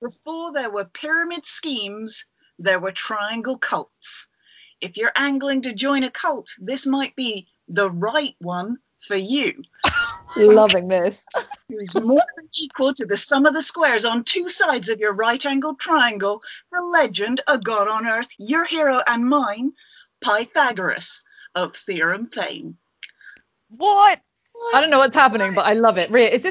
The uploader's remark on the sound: This episode was recorded via Skype due to lockdown